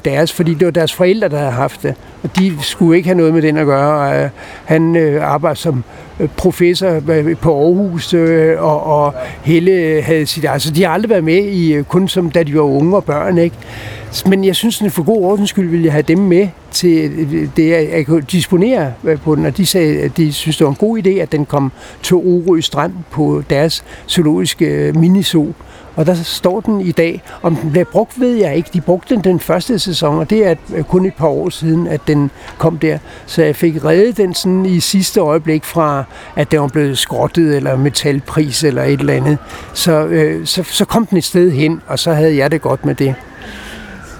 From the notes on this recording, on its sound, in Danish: Optaget på Nimb Bar, Tivoli, København.